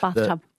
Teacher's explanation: The TH of bath is made with your tongue between your teeth.